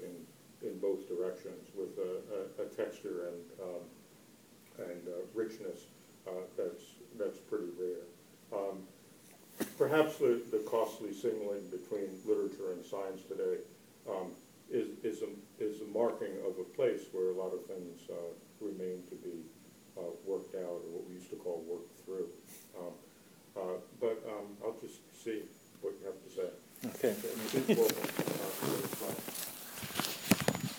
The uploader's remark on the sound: A minute or two at the beginning and end are just crowd walla: couldn't get GarageBand to cut those snippets off. A talk at UCLA during the February vacation.